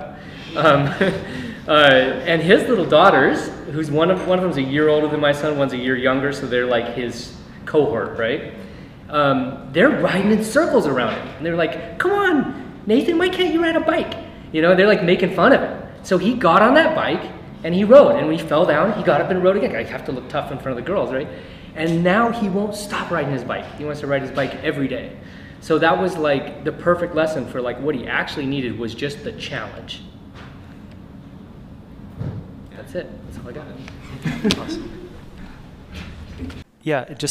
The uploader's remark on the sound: Live from the 2022 OPEX Coaches Summit! Then, we opened it up to the audience for live Q&A.